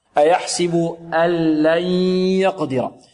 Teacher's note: أيحسب أن لن، البعض يقول أيحسب أن لي أن لي، لا خطأ، أيحسب أن لن يقدر. نون ساكنة بعدها ياء إدغام ماذا؟ بغنة · Term: إدغام بغنة